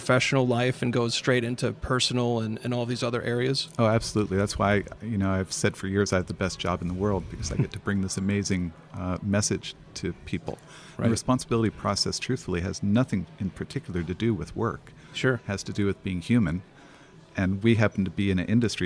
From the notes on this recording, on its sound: at The Path to Agility Conference